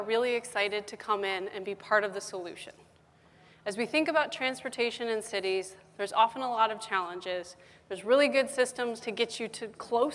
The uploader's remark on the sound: The best of live interviews from GreenBiz events.